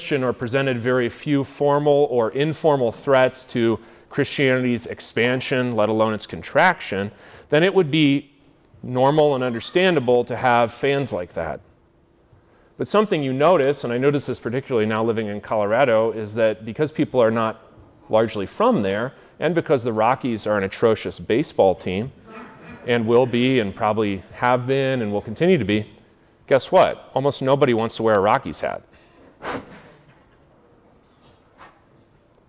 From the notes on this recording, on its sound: lectures at the Wittenberg Academy family retreat in Iowa